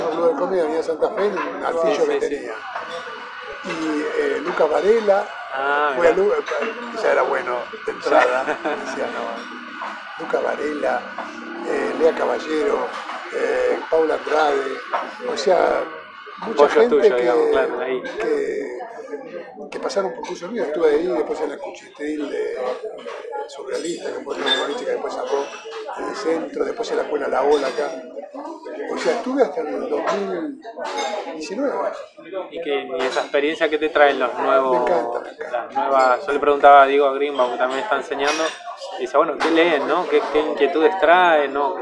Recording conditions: background noise